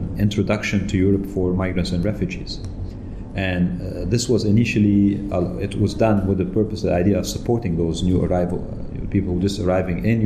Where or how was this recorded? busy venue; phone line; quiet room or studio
busy venue